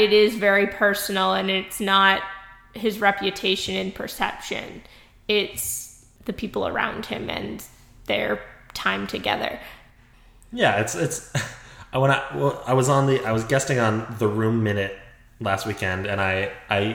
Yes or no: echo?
yes